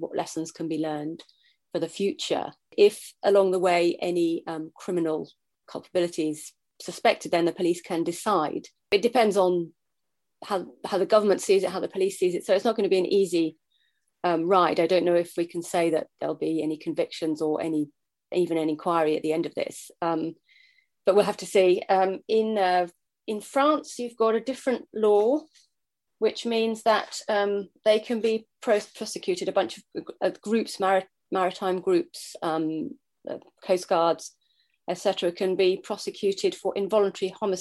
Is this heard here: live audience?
no